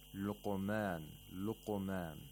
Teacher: We have to allow the articulators to come apart quickly right whenever they touch the place of articulation of Qaf. · Term: Qalqala of Qaf